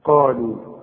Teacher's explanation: القاف دي اعلى درجات التفخيم اللي بعدها الف، قالوا ورقق قوي اللام اللي بعدها قالوا.